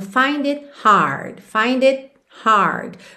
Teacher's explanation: Você não ouve esse T do it